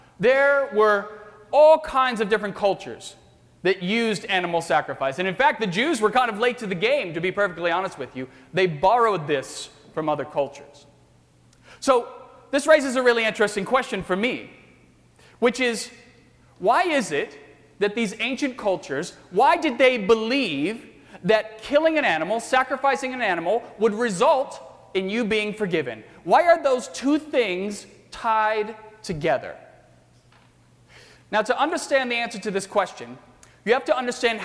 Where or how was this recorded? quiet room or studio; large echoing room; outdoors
large echoing room